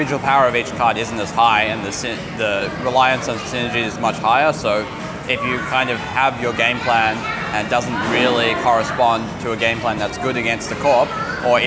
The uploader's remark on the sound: live from a Sydney cafe in the midst of Australian Nationals!